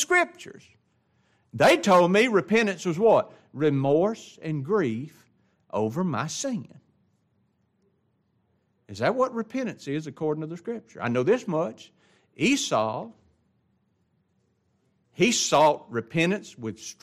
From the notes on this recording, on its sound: It was taught in the adult Bible class of Grace Baptist Church in Ruston Louisiana.